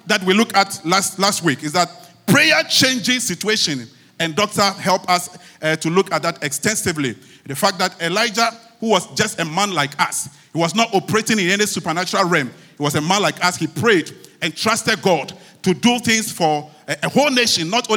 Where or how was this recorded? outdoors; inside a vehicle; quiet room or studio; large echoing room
large echoing room